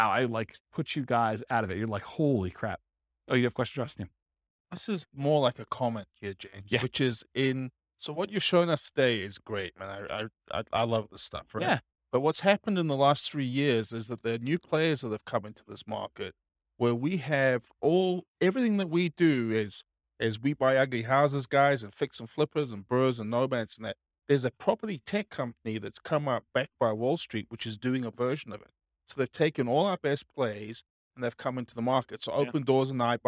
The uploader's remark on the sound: This was a live class recorded.